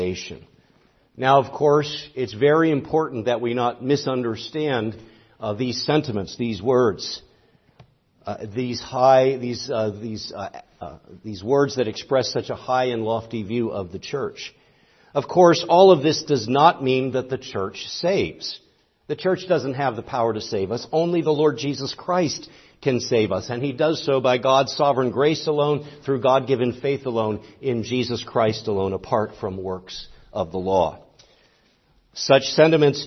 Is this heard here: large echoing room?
yes